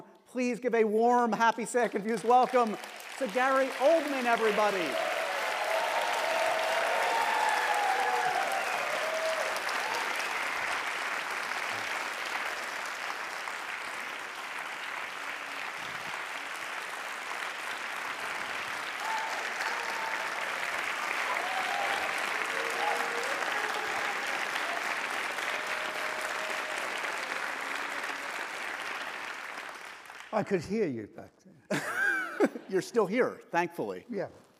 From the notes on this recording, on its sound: taped at the 92nd Street Y